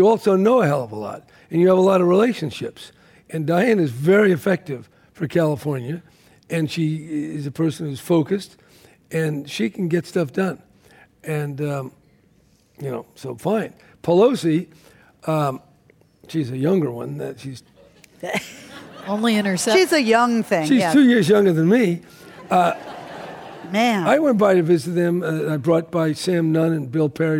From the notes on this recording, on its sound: This program was recorded in front of a live audience at The Marines Memorial Theatre in San Francisco.